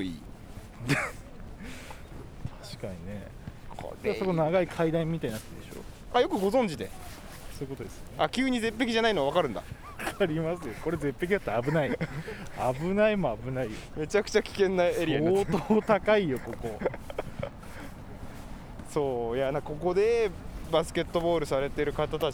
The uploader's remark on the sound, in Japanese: 屋外収録